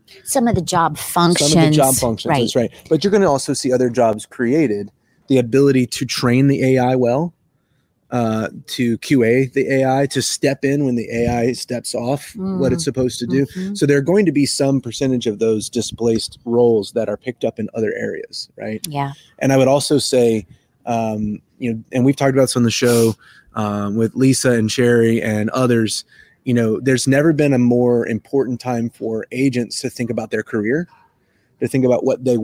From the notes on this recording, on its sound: Coming to you LIVE from Orlando, FL! We've got a special episode of the show coming to you live from Vistio's booth (#805) at the ICMI Contact Center Expo!